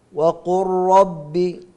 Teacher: وقل ربي اللام مع الراء، قلبنا اللام إلى راء وأدغمناها في الراء فذهبت اللام ذاتا وصفة · Term: إدغام كامل